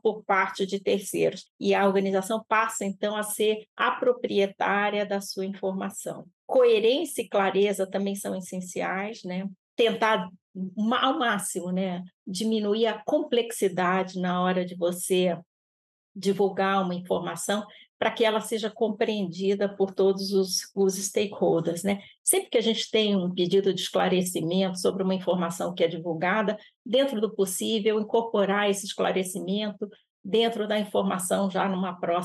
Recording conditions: video call